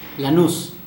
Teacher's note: No sh sound, and the stress goes on the last syllable, and the A is short, la, not la.